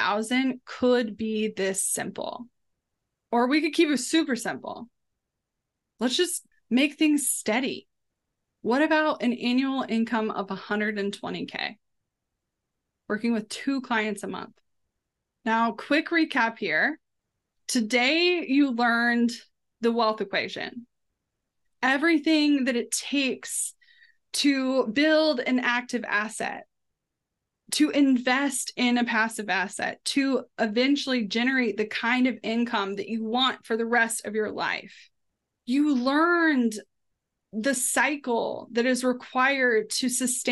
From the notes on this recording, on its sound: Listen in on the phenomenal live webinar we offered this week.